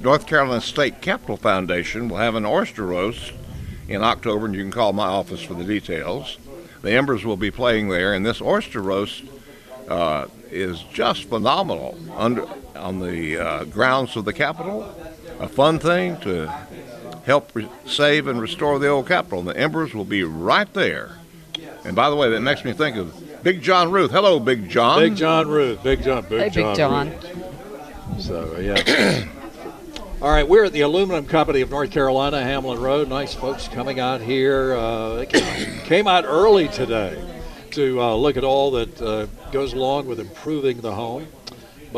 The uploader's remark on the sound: broadcasting live from The Aluminum Company of North Carolina